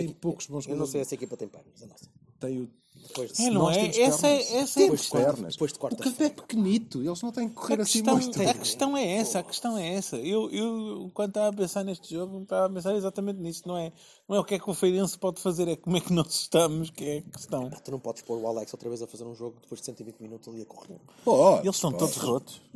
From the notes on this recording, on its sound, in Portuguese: Viram a vitória do FC Porto ao vivo no Marcolino de Castro. Gravado ao longo de um Domingo bem passado, com tremendo vernáculo, bom ambiente no estádio, holofotes fundidos.